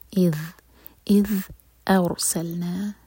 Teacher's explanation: ذال کے لیے زبان اوپر والے دانتوں کو ٹچ کرنی چاہیے اور تھوڑی ٹپ باہر ہو، یہاں پر ز کا ساؤنڈ نہیں آنا چاہیے